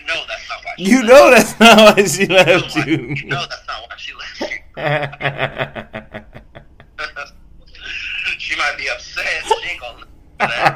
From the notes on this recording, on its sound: I recorded this from our phone conversation.